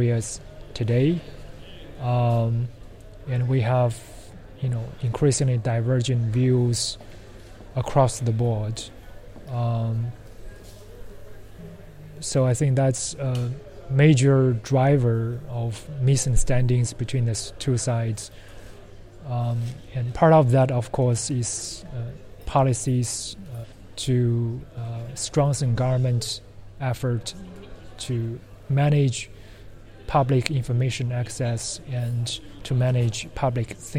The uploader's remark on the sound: The podcast was recorded during the 4th in the series of Open World Conferences organized by the University of Copenhagen.